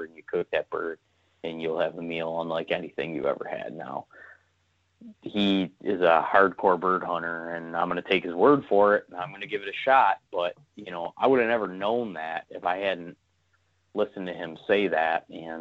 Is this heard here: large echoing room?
no